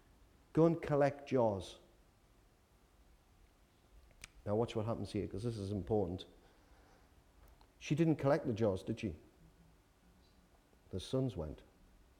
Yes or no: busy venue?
no